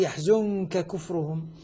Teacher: النون مع الكاف مخفاة، ومخفاة مع الغنة، والغنة تجملها، والكاف هنا أصبحت يعني مخفي عندها، أصبحت الكاف حرف أخفيت النون عندها.